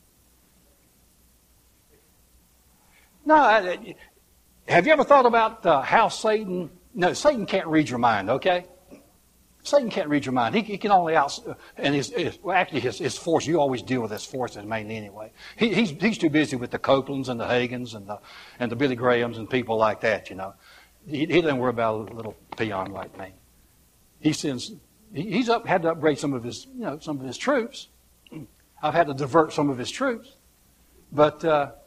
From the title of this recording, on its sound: live service